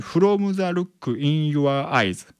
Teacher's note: From の最後の M、この M っていうのはこれは唇を閉じて発音するわけですよね